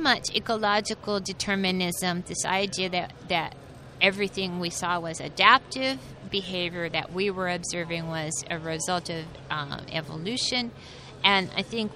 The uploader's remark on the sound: The conference was held at Navy Pier in Chicago, USA. The PrimateCast On Location at IPS 2016.